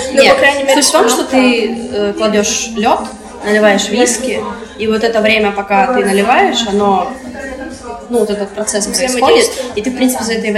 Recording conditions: poor sound quality